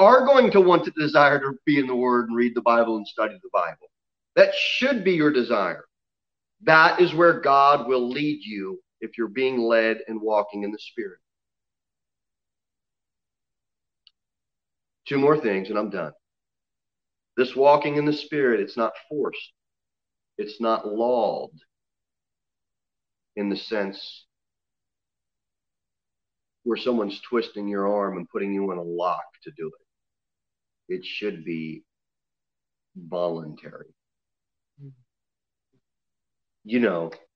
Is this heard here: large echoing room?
yes